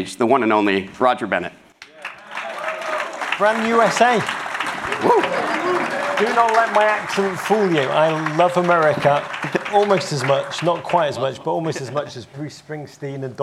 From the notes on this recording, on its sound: Live From Travel Week. In this Travel Week chat.